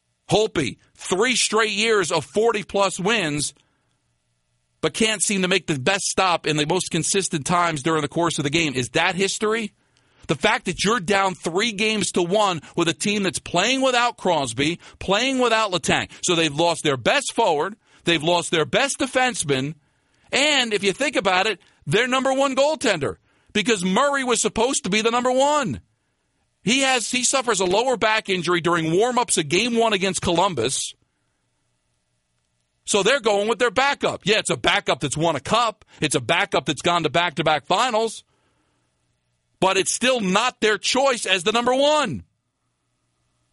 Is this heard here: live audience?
no